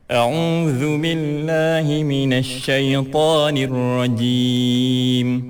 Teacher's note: Nampak masih berada di rongga hidung.